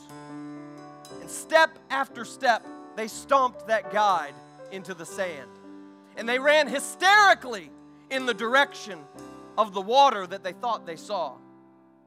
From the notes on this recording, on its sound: During our Sunday morning gathering. We are an Apostolic, Pentecostal church located in Poplar Bluff, Missouri.